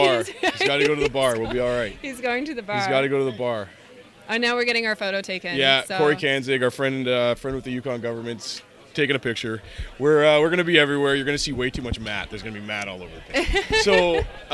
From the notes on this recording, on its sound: record on-site at the Yukon Mining Association Investment Conference 2016 in Dawson City!